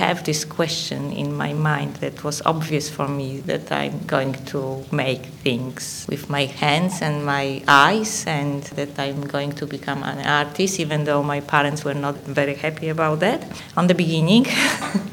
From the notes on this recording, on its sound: Recorded with a live audience